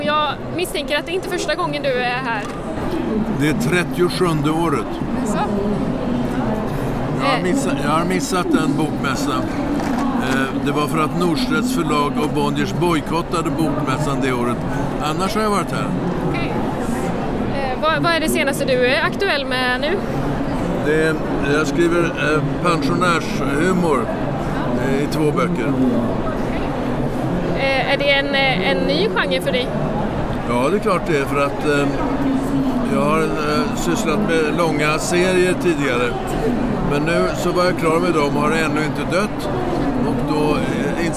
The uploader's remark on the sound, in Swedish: Bokmässan. I folkmyllret bland montrar och böcker där vi fångat röster från lässugna besökare, skribenter och arrangörer.